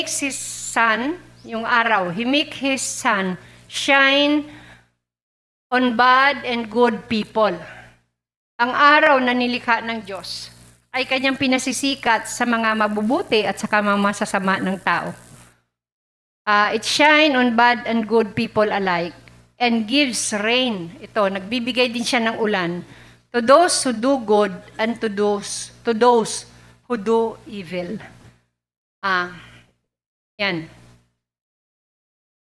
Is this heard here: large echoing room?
yes